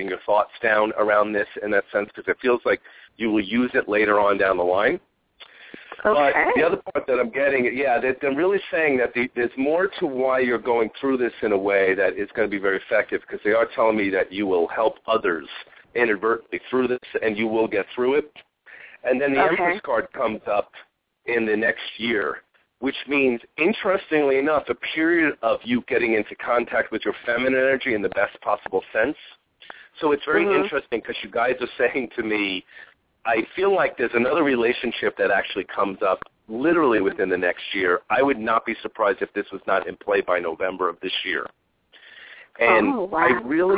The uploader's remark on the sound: We will also open the phone lines today about halfway through the 45 minute show